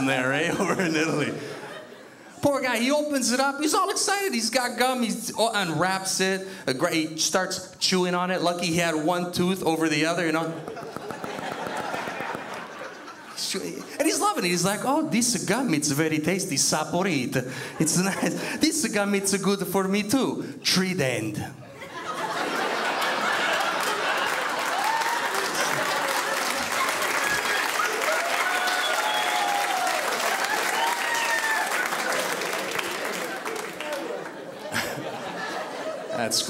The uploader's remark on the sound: stand up from the Just For Laughs Festival in 2011